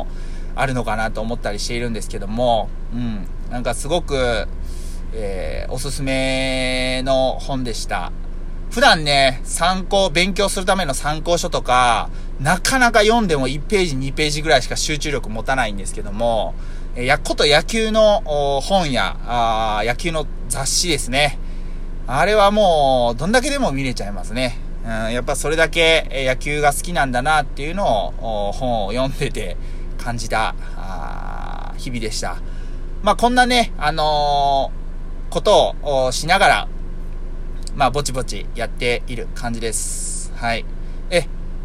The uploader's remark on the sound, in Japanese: 車内で涼ながら収録しているのでエアコンの雑音がBGMっす。